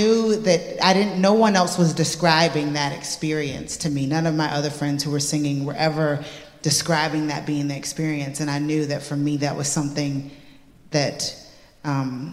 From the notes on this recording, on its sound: Interview at this year's 4 Corners Festival. Those who filled Fitzroy that night will remember an amazing evening of conversation about music and faith and social justice.